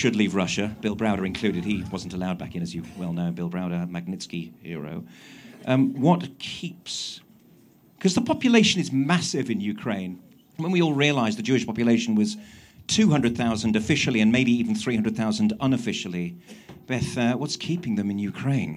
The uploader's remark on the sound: Elnet UK's reception at the Houses of Parliament. It was both heartening and morale boosting for everyone who attended a Parliamentary reception at the Palace of Westminster.